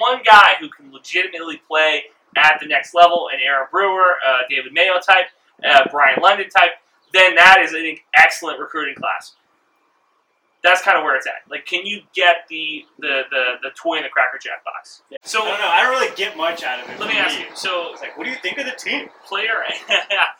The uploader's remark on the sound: Back together again (in person). Hey, wtf is wrong with the audio. We spent some money on new mics, still figuring out how to use them.